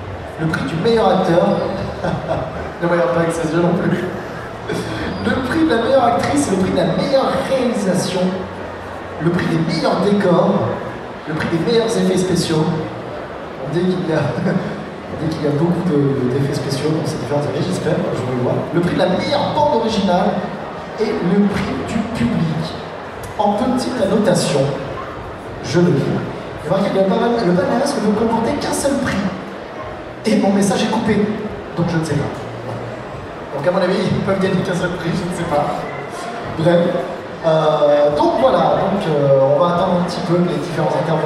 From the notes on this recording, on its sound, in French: On continue avec les enregistrements effectués lors de la dernière édition du TGS, avec cette fois ci l'inauguration du FFW !